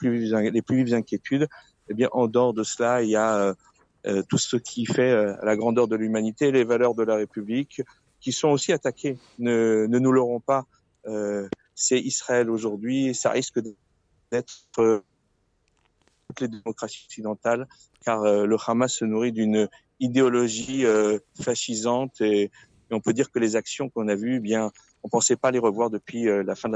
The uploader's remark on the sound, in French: Une manifestation en soutien au peuple israélien. Notre invité est en direct de la Place Bellecour juste avant la manifestation à l'appel du CRIF.